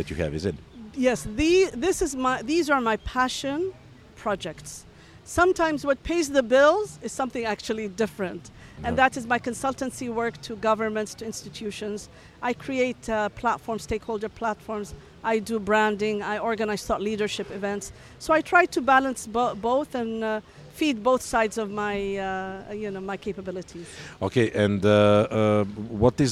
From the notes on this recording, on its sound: Special Episode from Step Conference 2023! TCO has set up a booth at the largest tech festival in Dubai, where emerging markets and global startups come together.